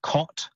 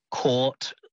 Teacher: These two words, they sound different in Australian English, but in American English, they would say them, the vowel would be the same. So it would be caught and caught.